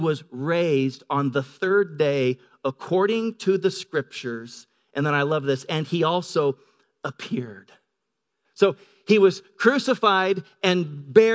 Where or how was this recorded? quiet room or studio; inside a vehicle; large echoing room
large echoing room